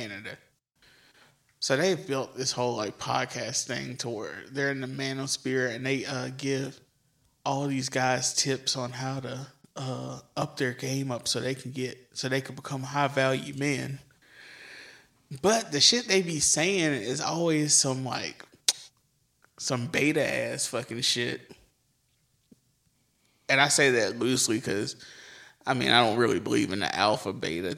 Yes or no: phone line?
no